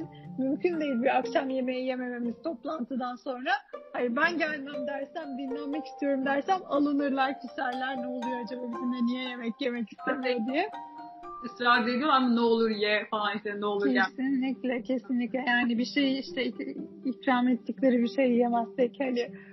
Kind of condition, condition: fault, drop-outs